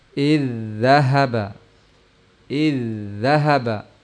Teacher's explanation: Yang pertama sukun, yang kedua berharokat, sehingga diidghamkan secara sempurna pada yang kedua dengan satu kali pengangkatan, satu kali pengucapan